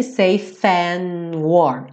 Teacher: Já junta, porque o E do safe não vai ser pronunciado, certo? Então, você junta o F, safe and warm. And warm. Aqui ele comeu o D do and.